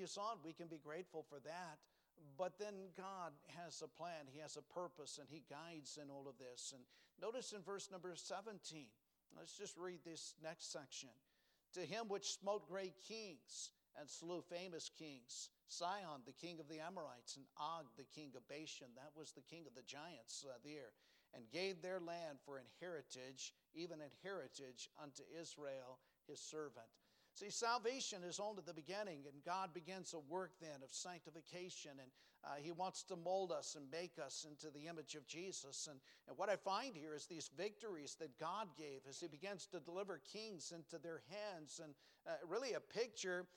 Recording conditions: large echoing room